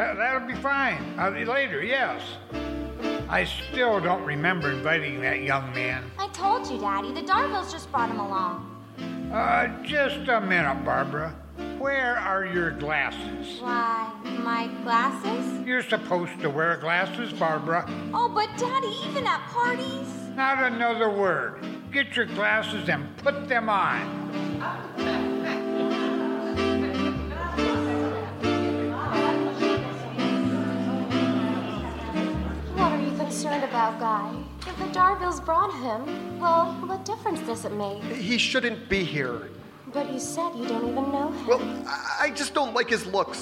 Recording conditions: live audience